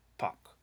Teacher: when I say in Dutch pak, the P isn't aspirated. It's not like English p. And so to English ears, it often sounds a little more like buck.